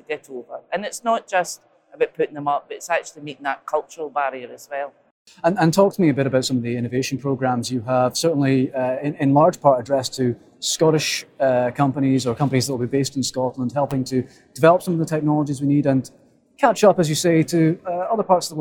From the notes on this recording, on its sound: The Energy Voice team are at the All-Energy conference this week, the UK’s largest renewable and low-carbon energy exhibition and conference.